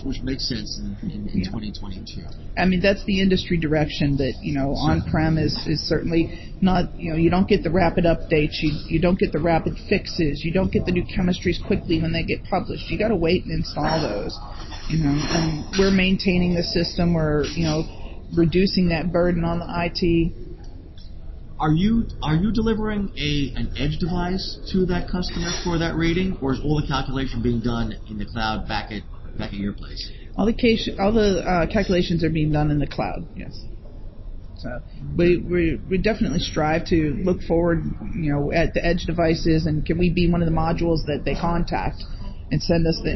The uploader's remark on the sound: Live from the ARC Americas Forum 2022.